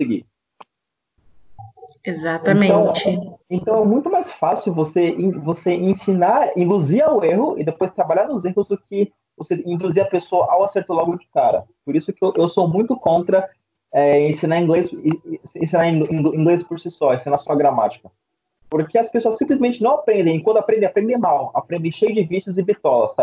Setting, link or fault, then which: link, video call